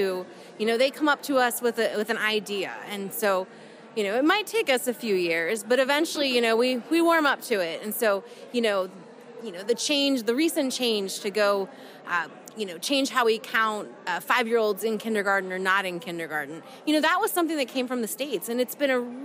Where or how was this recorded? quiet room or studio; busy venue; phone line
busy venue